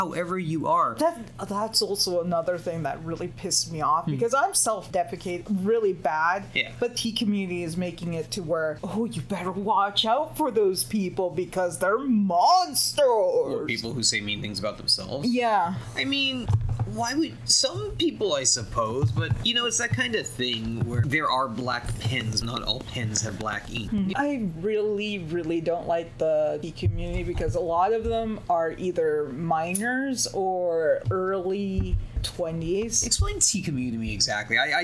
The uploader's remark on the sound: We apologize for the static in the audio.